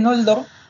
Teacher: una nasal velar, o sea, una especie de ng